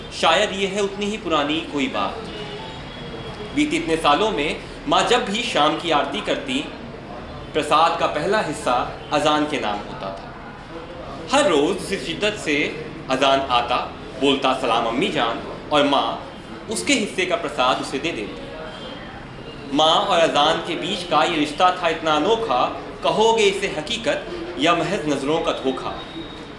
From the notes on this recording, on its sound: An episode from our HBB Delhi Storytelling Open Mic Edition.